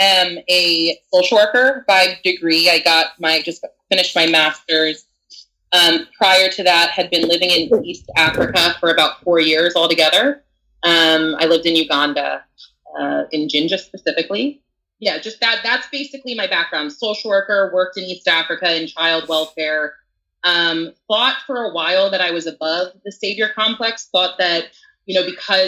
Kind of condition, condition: link, video call